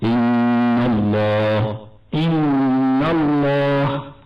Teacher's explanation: النون في كلمة إن مفتوحة وأتى بعدها لفظ الجلالة، فالواجب تفخيم لام لفظ الجلالة